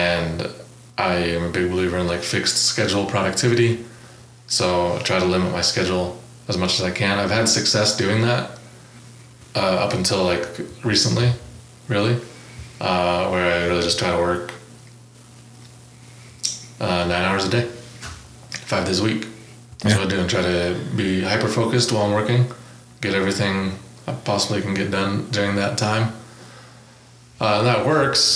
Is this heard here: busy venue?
no